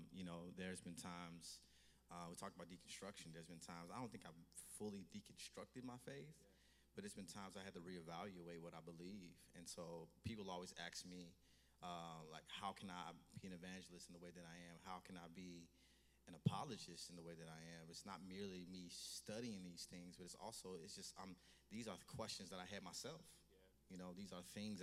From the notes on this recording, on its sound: Stand Firm Tour Toronto Live Show